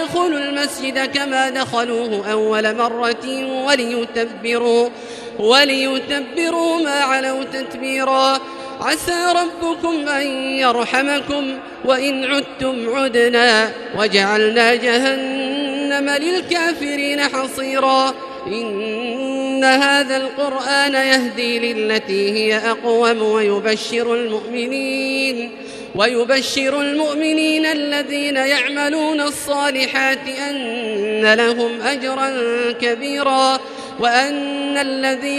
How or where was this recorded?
large echoing room